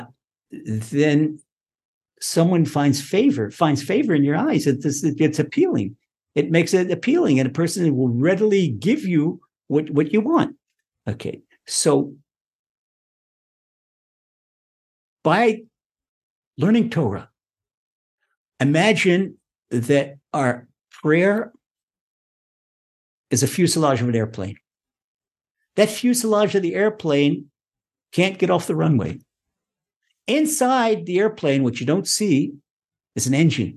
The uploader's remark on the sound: Recorded online presentation. (Ashdod, Israel) by TORCH Centre (Houston, Texas).